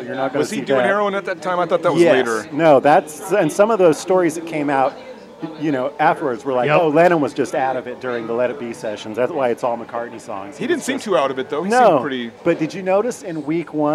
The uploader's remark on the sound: Recorded live at Duchess Tavern in Ravenna where belligerent Huskies and an occasional mass murderer are known to hang out. Recorded live at Duchess Tavern on 01/02/2022.